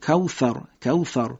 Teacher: سه نقطه صفت نفس، نفس با سه نقطه، یعنی فوت کردن در محل سه نقطه، تیزی دندان جلوی بالا